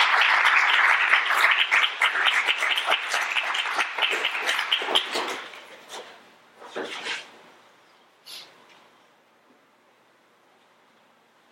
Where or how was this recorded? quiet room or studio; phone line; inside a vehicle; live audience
live audience